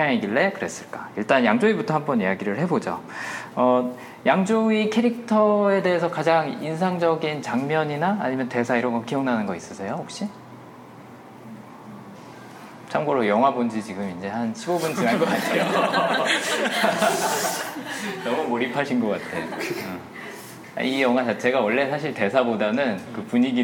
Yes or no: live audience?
yes